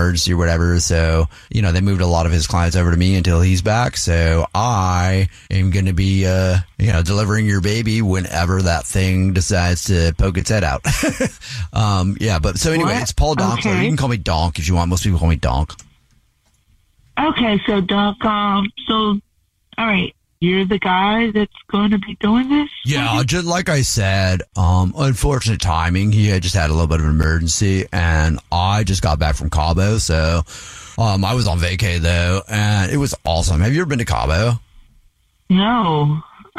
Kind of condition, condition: link, phone line